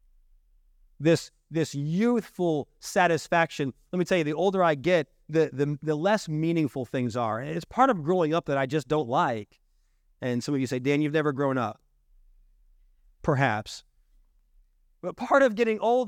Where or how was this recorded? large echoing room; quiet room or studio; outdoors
large echoing room